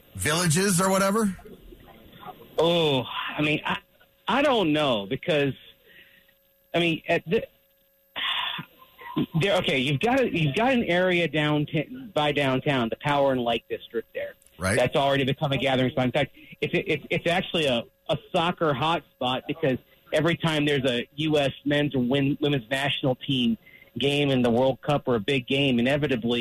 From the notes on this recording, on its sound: hops on the line live from Coors Field